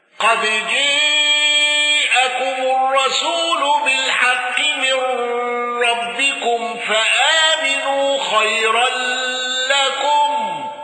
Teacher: ابن ذكوان بتوسط المنفصل والإمالة وترك الغنة